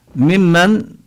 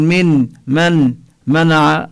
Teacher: ممن، لا نقول من من منع، لا نظهر النون، إنما تدخل النون في الميم فنشدد الميم · Shown in: first take